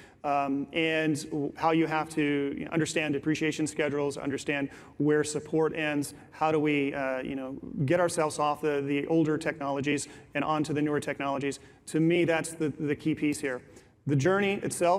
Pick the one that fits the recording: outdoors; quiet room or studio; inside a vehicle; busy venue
busy venue